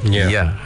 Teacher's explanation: Maknanya kalau kita sebut ya ni, kalau guru kami ajar dia sebut kena huruf, kita kena baca senyum. Ya kan, mustahil dibaca dengan moncong. Dia jadi bunyi yo kan. · Term: huruf yang terbuka